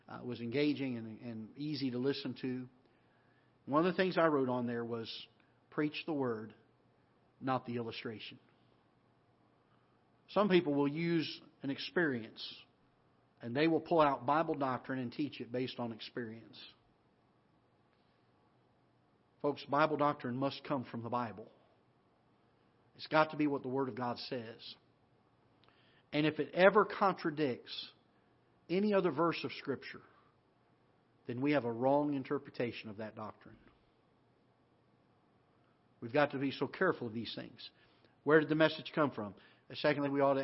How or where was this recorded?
large echoing room